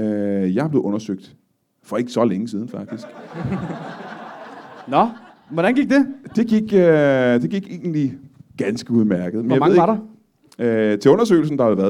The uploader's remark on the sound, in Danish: LIVE fra Studenterhuset i Aarhus